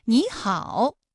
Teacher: 第一个音节的三声变成二声